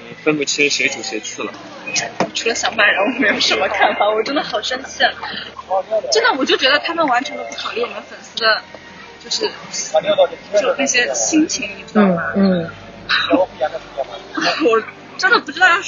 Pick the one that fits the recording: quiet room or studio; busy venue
busy venue